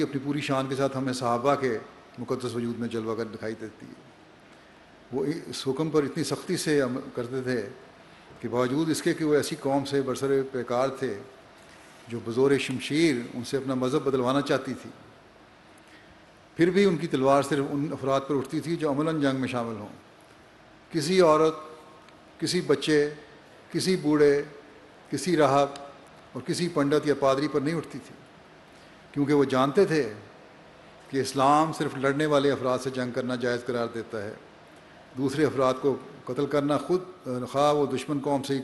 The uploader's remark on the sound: Concluding Address at Jalsa Salana UK 2021